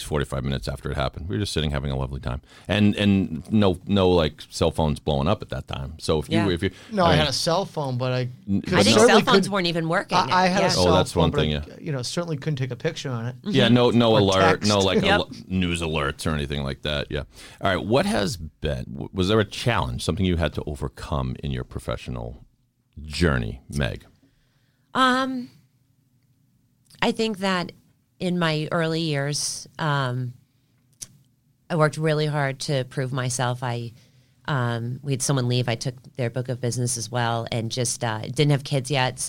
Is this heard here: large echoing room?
no